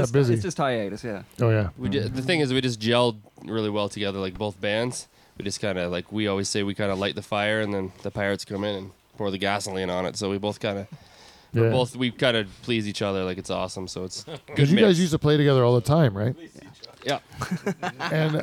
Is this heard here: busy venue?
yes